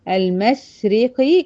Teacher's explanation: المشرق كلها مرققة ما عدا القاف، والمغربي كلها مرققة ما عدا الغين